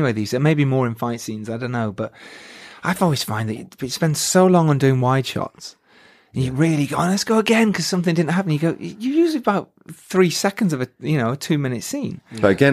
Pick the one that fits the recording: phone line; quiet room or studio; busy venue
quiet room or studio